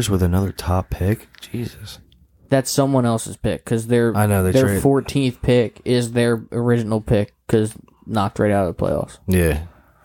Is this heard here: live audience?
no